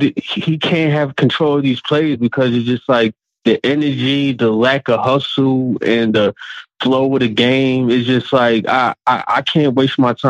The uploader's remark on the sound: Here’s 15 minutes of live callers keeping it 100 percent.